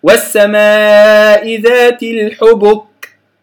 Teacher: وأنا في مخرج الكاف أنطق بالهمس